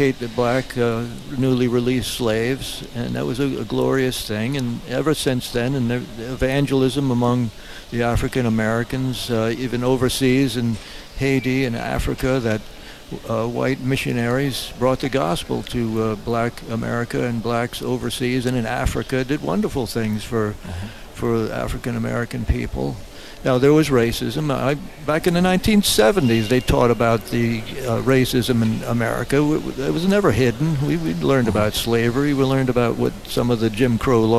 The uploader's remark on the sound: Today's episode was recorded live from the Man Up Conference. In Fort Mill South Carolina.